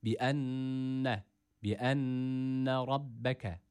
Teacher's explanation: buradaki nunu biraz tuttuk, hemen bırakmıyoruz. Bi enne rabbeke kelimesindeki şeddeli olan B, az önce ifade etmiştik ya, şeddeli olan nun ve mimin dışındaki şeddeli olan harflerde bir gunne, bir tutma yapılmaz.